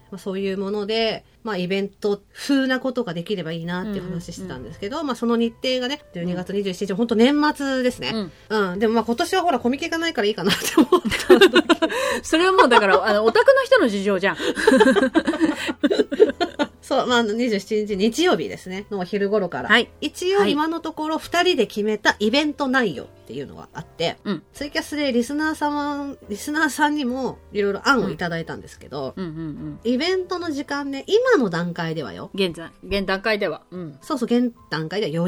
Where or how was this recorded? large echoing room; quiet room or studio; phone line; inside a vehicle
quiet room or studio